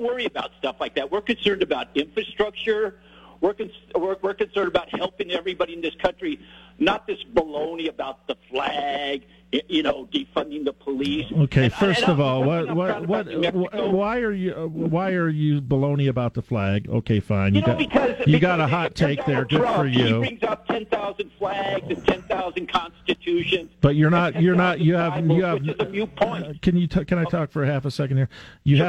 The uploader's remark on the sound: takes your phone calls on News Radio KKOB